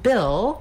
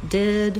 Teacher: the vowel ih, which is a lax high front vowel